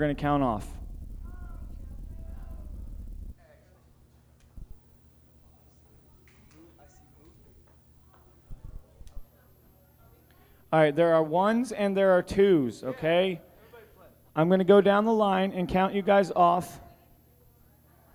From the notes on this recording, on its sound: Recorded at Rhema Camp 07.